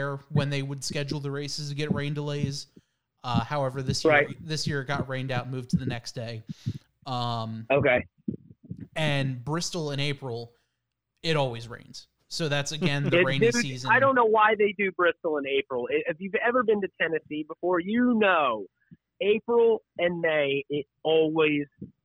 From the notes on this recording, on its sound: joined on the phone